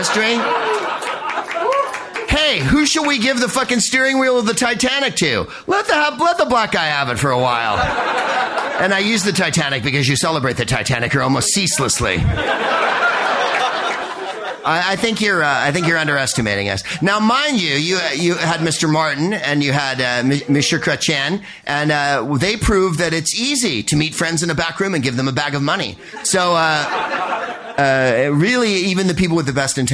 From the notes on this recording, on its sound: Proopcasting live from The Carleton in Halifax, Nova Scotia